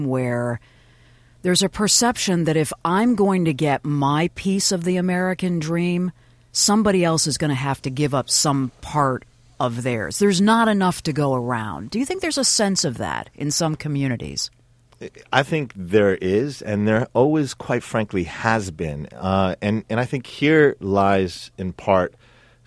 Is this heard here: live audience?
no